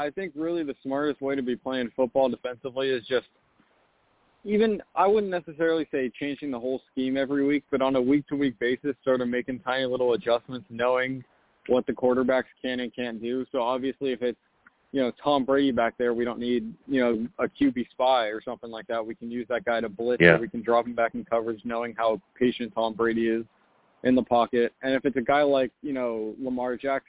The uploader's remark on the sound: I take live callers as well!